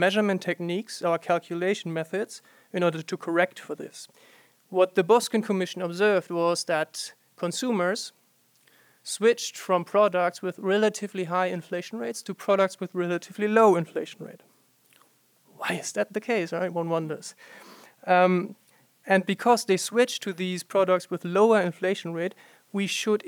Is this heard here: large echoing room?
yes